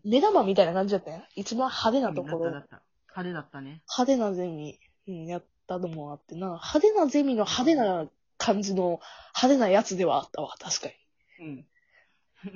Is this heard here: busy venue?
no